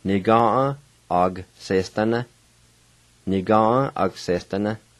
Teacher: the G-A, the A can be silent